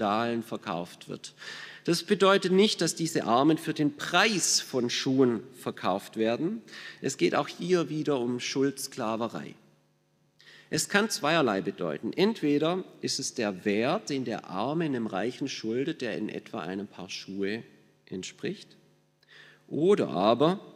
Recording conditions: large echoing room